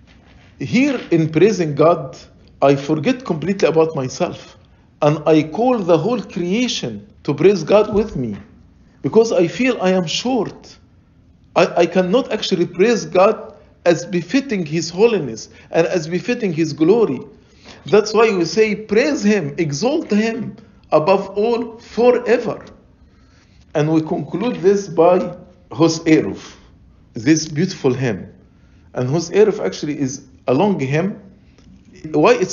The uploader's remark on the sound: Lecture ~ Liturgy & Life Convention